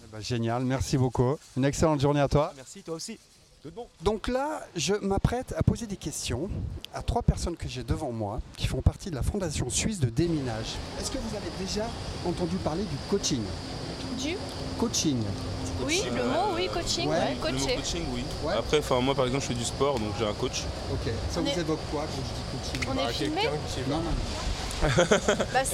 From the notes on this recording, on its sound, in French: Micro Trottoir. Je me suis dit que ça serait pas mal du tout d’aller poser la question aux principaux intéressés a savoir vous.